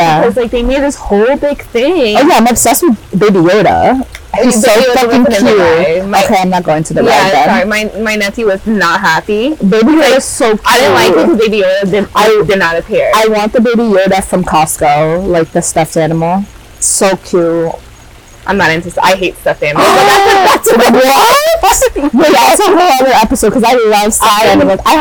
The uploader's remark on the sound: FOREWARNING: this episode audio is not sure what happened — sorry in advance… hehe